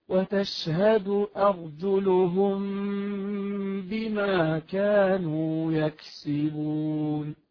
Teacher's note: غنة الإخفاء الشفوي الميم الساكنة بعدها حرف الباء